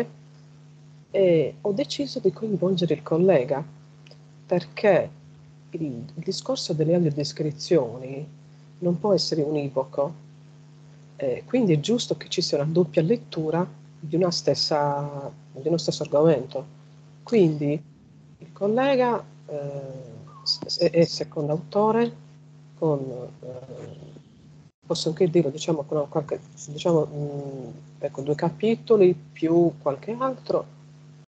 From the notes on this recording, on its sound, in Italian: Registrazione fatta su Skype